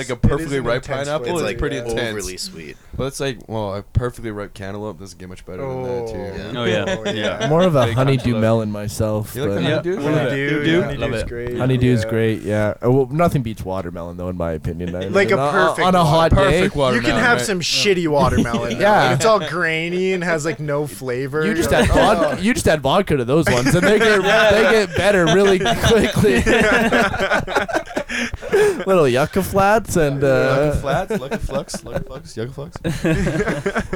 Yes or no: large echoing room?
no